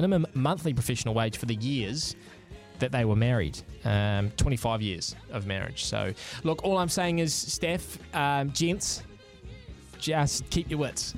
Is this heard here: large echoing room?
no